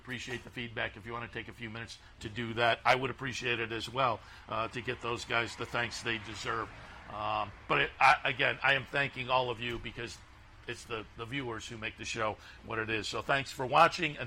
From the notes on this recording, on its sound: live from Saratoga Race Course